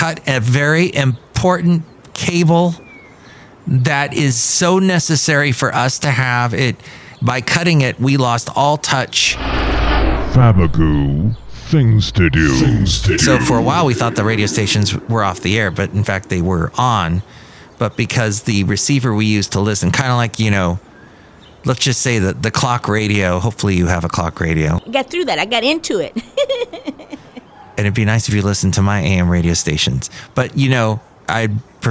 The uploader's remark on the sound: podcasts live from Café Anyway